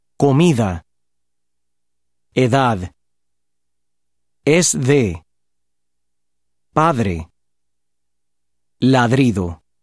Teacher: The fricative D, la D fricativa, is similar to the English sound the in this and that. In any context except those noted above, the letter D is pronounced with the fricative sound.